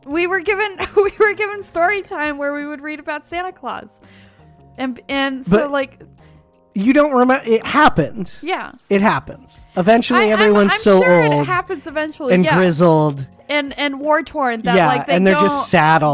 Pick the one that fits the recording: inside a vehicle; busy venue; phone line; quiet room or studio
inside a vehicle